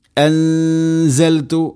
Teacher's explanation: ഇനി അൻസൽതു ഇഖ്ഫാം ബിഗുന്ന, നൂനിനെ അവ്യക്തമാക്കി മണിക്കണം